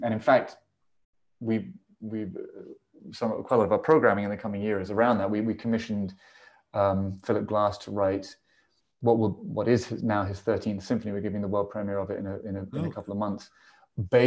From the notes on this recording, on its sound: This interview was recorded on 23rd November 2021 via Zoom.